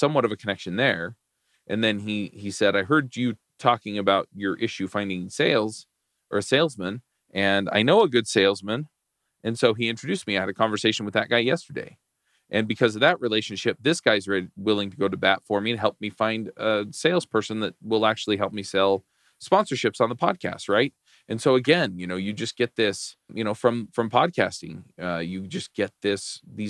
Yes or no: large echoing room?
no